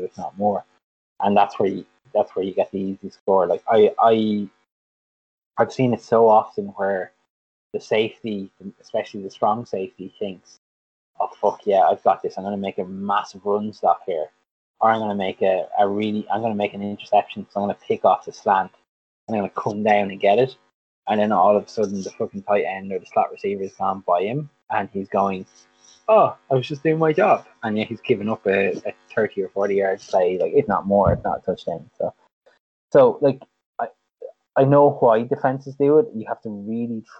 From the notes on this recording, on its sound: apologise for forgetting my mic stand and constantly moving the mic during this